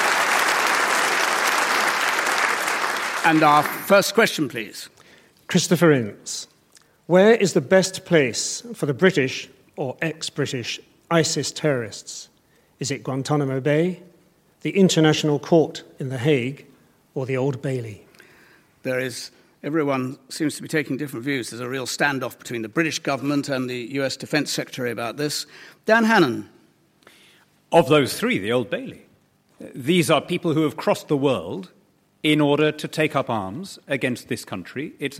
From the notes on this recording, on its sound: political debate from Nairn Community & Arts Centre in Scotland